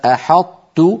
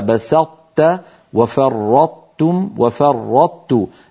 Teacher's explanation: أدغمنا حرف القلقلة وهو الطاء في مجانسه وهو التاء